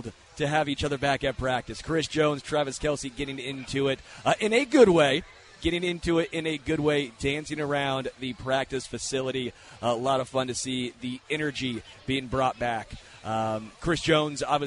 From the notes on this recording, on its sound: LIVE from Chicken N Pickle